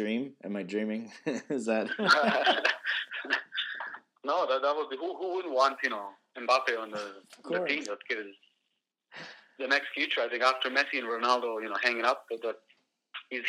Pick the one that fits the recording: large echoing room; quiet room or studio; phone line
phone line